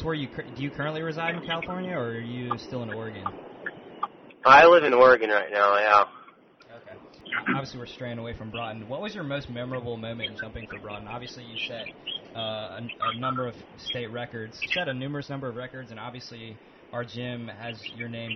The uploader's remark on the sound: calls